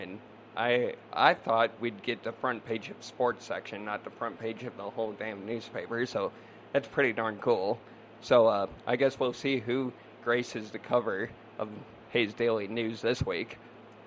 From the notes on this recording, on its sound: Live from championship night at Rolling Plains Motor Speedway